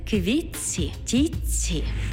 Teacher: У словах «квітці» та «тітці» звук «ти» переходить у м'який подовжений звук «ц»